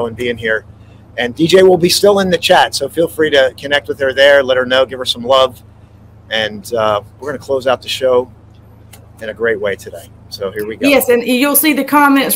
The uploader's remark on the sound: This Episode originally streamed live on location at Behind the Philadelphia Museum of Art on the Schuylkill River. The audio from this podcast was taken directly from this live stream.